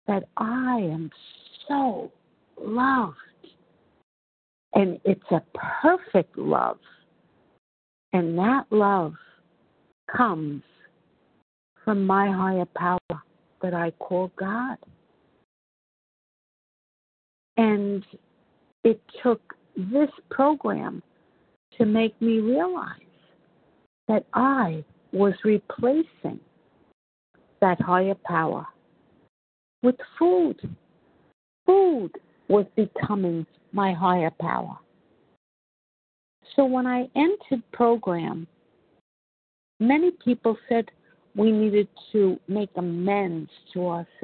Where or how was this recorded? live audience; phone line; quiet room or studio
phone line